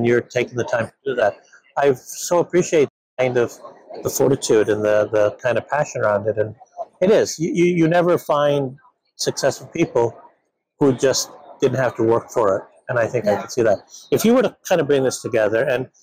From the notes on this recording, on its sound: live from the 2023 ADA SmileCon show floor